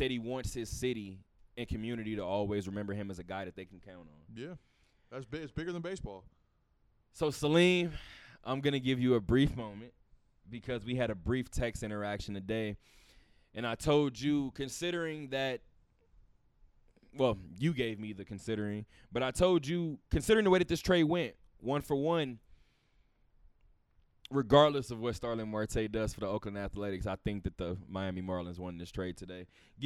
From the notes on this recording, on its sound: Talk that Talk Radio Show Live from Westgate.